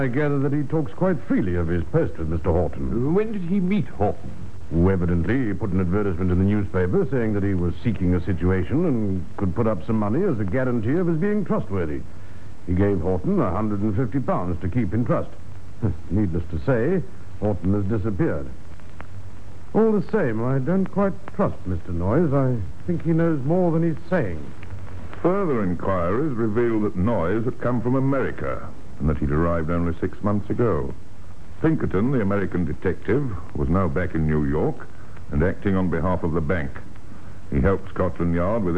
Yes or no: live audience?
no